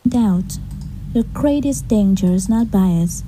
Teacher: mình nghe bạn ấy nói cái greatest đấy cái âm gr đấy bạn ấy nói thành âm kr